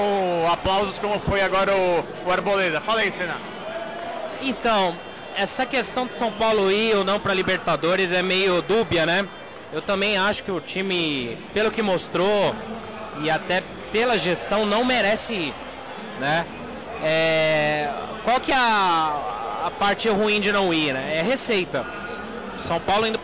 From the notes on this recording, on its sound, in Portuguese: Primeiro episódio gravado diretamente das arquibancadas do Morumbi!